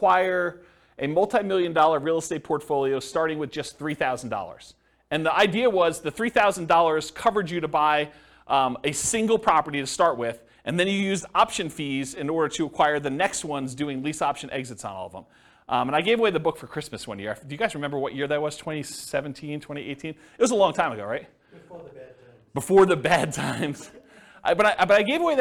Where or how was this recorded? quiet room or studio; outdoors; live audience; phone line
live audience